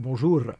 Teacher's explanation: it sounds more Italian when you're rolling your R